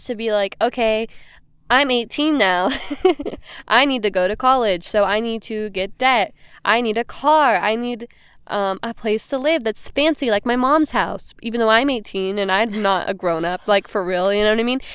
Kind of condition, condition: setting, outdoors